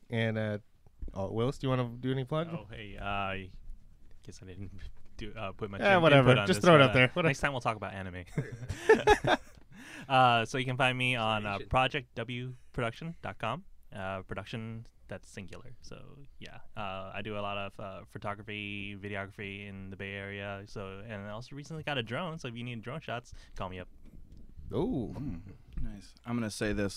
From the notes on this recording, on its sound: Recorded on Day 3 of WonderCon. WonderCon Special. Recorded on Day 3 of WonderCon.